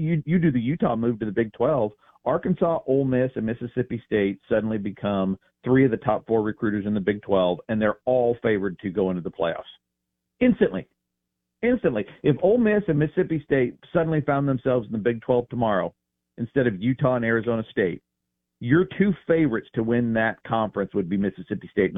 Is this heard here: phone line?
yes